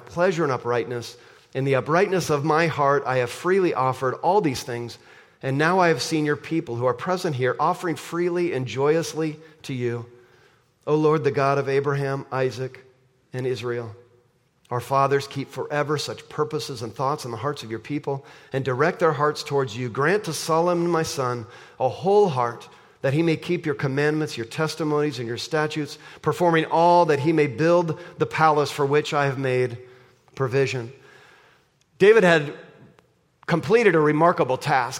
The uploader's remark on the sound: at the March 3, 2024 Sunday morning services of Boca Raton Community Church in Boca Raton, Florida